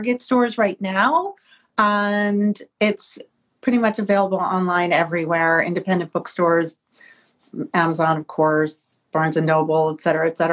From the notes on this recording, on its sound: via IG Live— and we’re now releasing the event’s audio as a special episode!